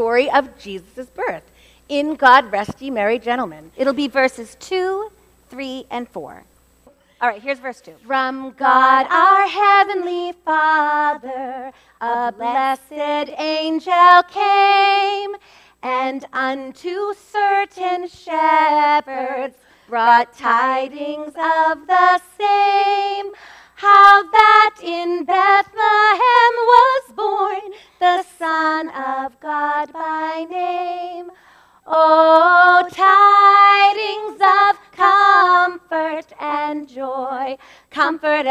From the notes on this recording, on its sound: LIVE Episode. This episode was recorded on Sunday, September 17, 2023 at First Baptist Church in Reading, MA.